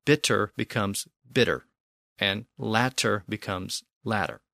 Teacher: At least in American English, these words are usually pronounced with a D sound.